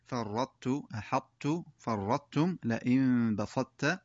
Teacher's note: أن الطاء الساكنة تدغم في التاء إدغاما ناقصا، وذلك بإبقاء صفة الإطباق في الطاء